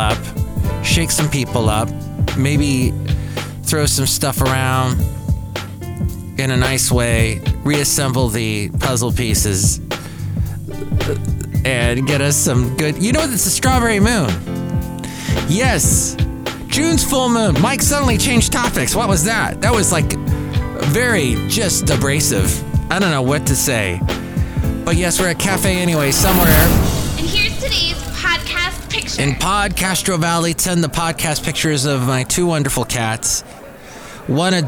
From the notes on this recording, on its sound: Podcasts live from Café Anyway.